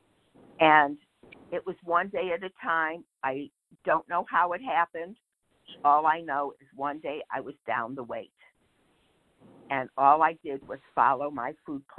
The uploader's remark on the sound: 100 Pounders Phone Meeting